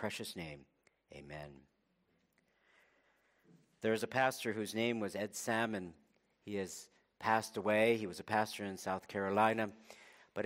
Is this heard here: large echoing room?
yes